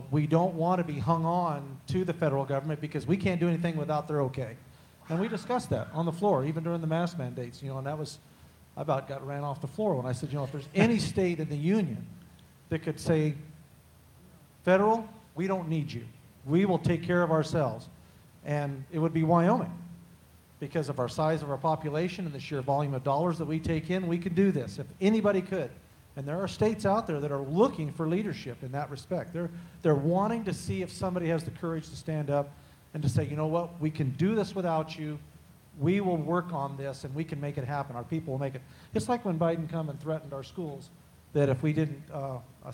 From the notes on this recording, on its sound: Audio from our live show broadcasted before a live audience. At the Independence Network's launch party in Sheridan, Wyoming.